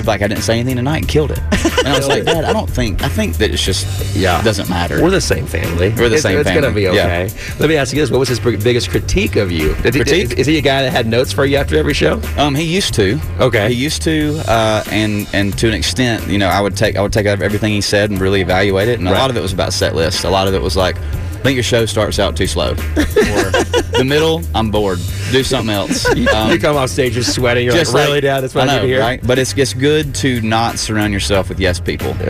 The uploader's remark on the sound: Live from the CMA Awards in Nashville!